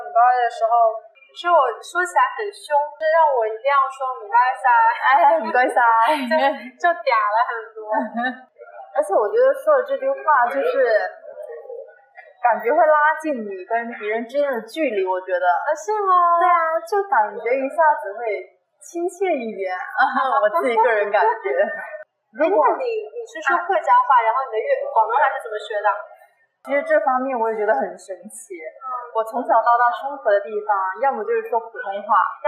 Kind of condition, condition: fault, poor sound quality